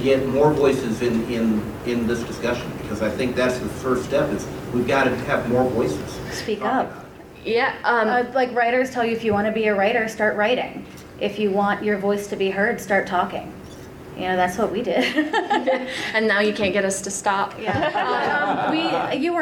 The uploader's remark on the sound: WAW Dragon Con Panel